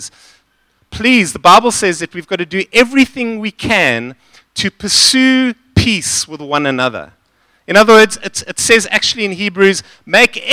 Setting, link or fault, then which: setting, large echoing room